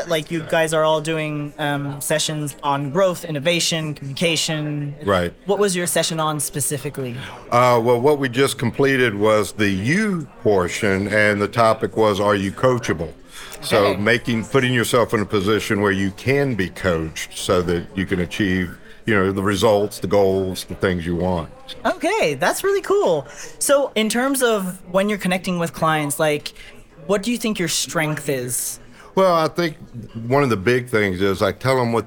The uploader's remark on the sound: Live From Strategies TBX23